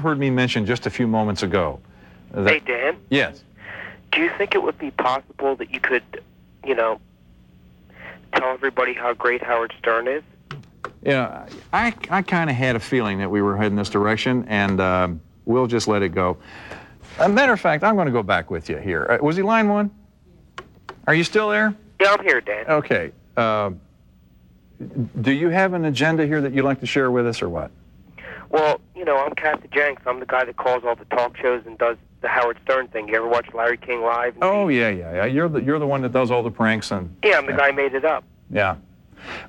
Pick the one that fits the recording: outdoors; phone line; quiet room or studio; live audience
phone line